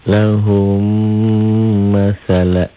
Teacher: Lahum, seperti nyambung. Lahum masalah, M-nya jadi double. Lahum masalah, mim mati ketemu mim. · Term: idgham mimi